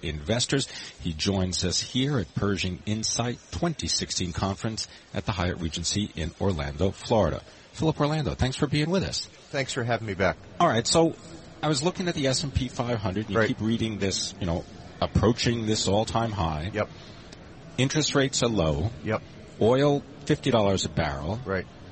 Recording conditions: busy venue